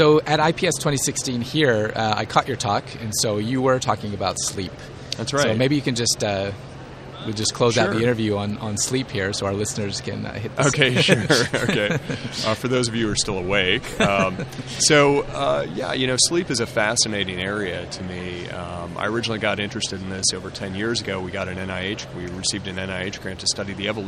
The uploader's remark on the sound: The conference was held at Navy Pier in Chicago, USA. The PrimateCast On Location at IPS 2016.